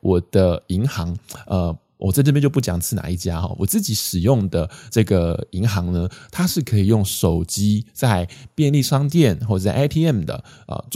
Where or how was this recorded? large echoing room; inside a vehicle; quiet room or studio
quiet room or studio